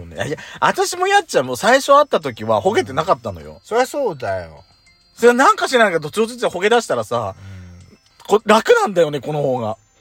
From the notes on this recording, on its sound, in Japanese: 2人組。パーキング収録。